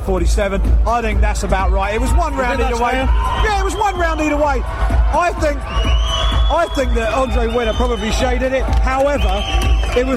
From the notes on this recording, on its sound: live event reaction from cageside at London's iconic Wembley Arena